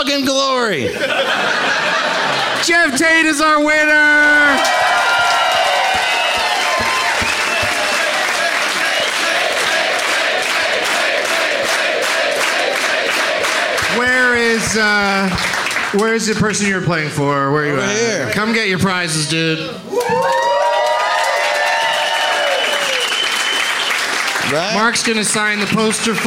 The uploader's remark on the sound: Live from Comedy on State in Madison